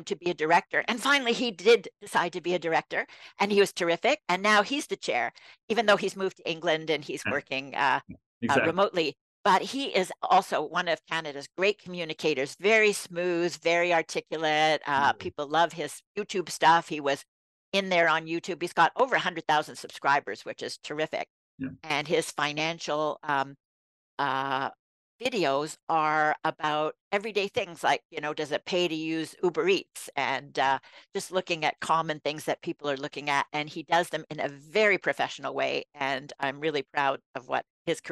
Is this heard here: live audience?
no